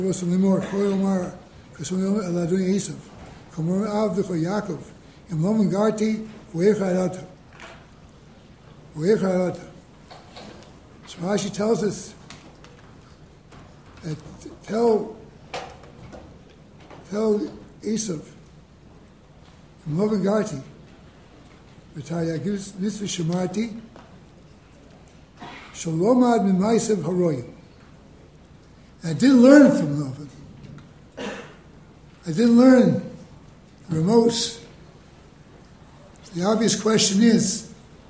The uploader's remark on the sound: Delivered in the Glueck Beis Medrish